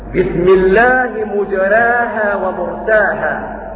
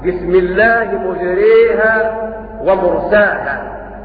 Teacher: وقرأ أبو عمرو البصري بسم الله مجريها ومرساها لأن أبا عمرو يميل الألف التي بعد الراء · Shown in: second take · Term: الإمالة